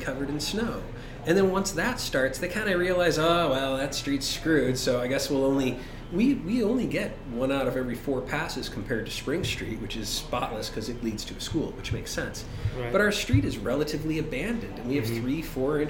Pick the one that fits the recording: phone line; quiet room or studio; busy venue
busy venue